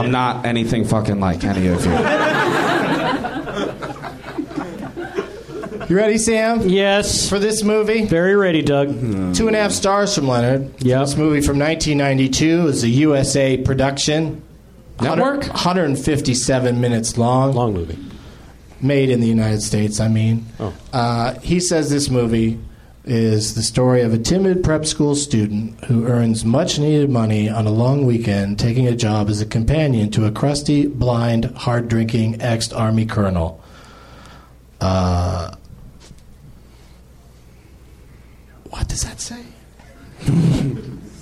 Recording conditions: live audience